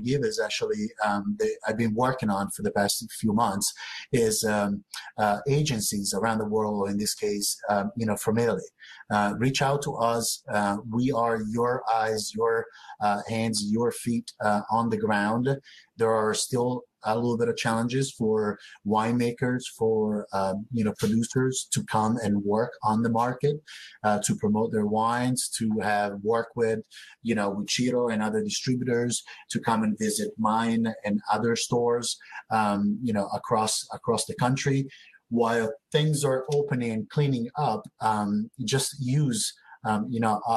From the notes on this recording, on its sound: Wine2wine Business Forum 2021. These sessions were recorded through Swapcard at the Wine2Wine 2021 Business Forum and are being replayed here on the Italian Wine Podcast!